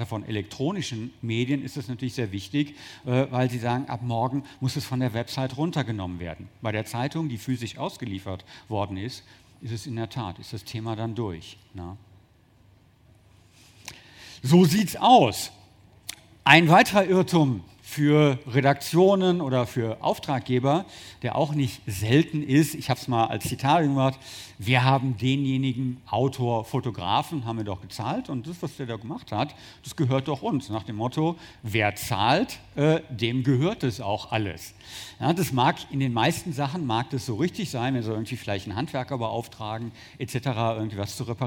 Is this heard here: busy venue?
yes